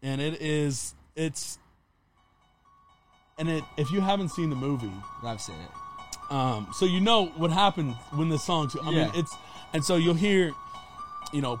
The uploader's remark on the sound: in the truck